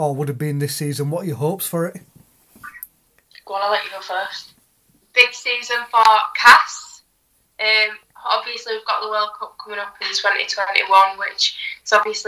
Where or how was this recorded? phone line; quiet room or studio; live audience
phone line